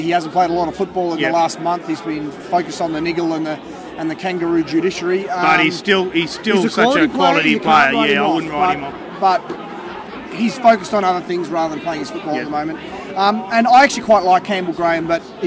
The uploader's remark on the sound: Soak up the atmosphere at The Duxton, where Canberra Raiders fans gathered before the short trek to Canberra Stadium for the match.